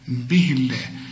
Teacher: مدام الهاء هنا مكسورة لفظ الجلالة نرققه